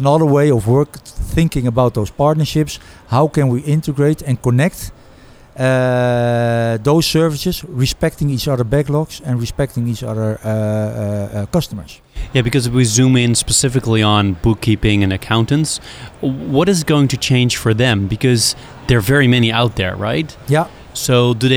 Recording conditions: busy venue